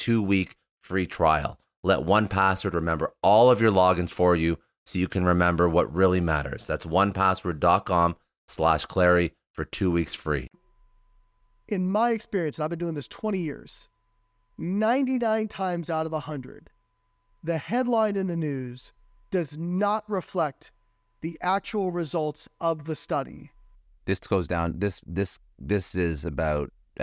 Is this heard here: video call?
no